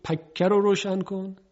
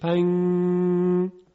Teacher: ببینید پنگ پنگ، حالا همین رو یکم بکشید، پنگ، در حقیقت این اخفاه، یعنی نه زبان رو میزنیم به مخرج نون که اظهار کنیم و نه ادغام میکنیم، حالت میانه داره و غنش یه مقداری طول میکشه · Shown in: second take · صدای نون به شکل غنه طول میکشه.